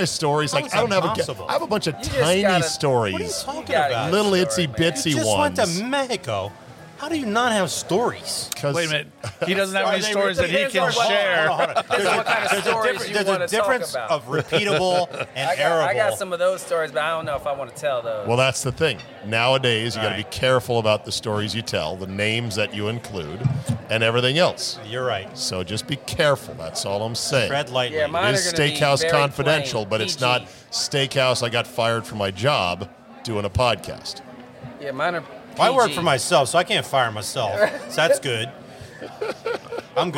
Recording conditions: busy venue